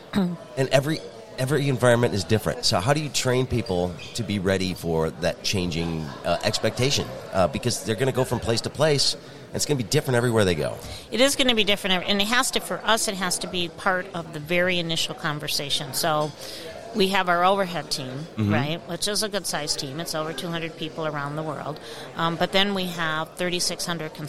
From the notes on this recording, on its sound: The two caught up at the Grand Hotel for the Detroit Regional Chamber's annual Mackinac Policy Conference.